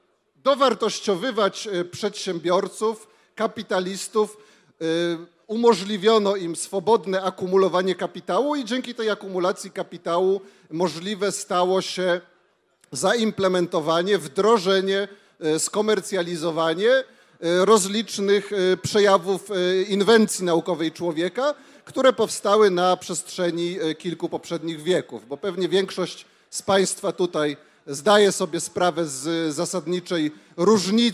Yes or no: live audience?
yes